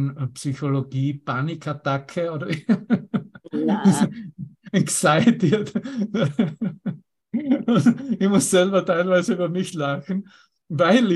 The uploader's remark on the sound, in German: Zoom-Session. Veranstaltet von der Aleph Akademie.